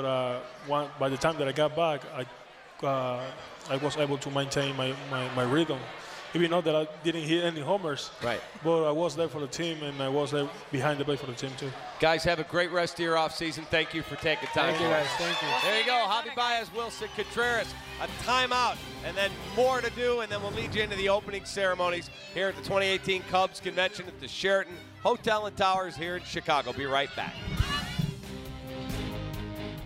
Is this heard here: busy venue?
yes